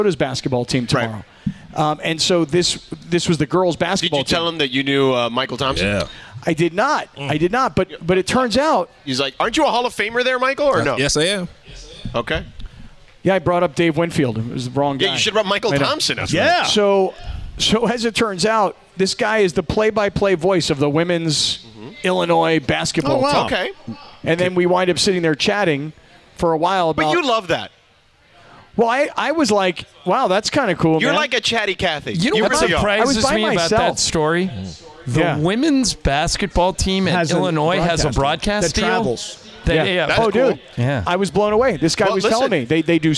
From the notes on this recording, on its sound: we are are LIVE from Yaamava Casino & Resort